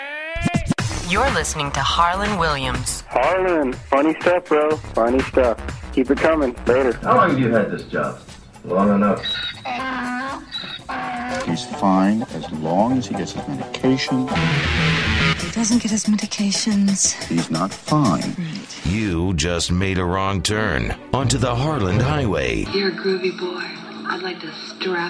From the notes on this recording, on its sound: Phone calls. A CALM ENERGY expert calls into the show.